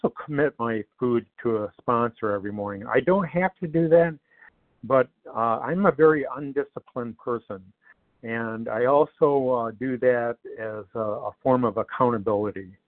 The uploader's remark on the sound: 100 Pounders Phone Meeting